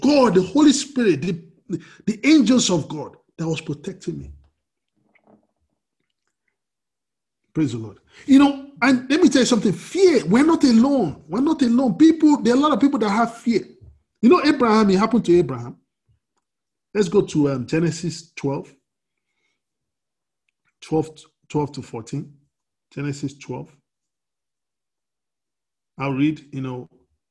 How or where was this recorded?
video call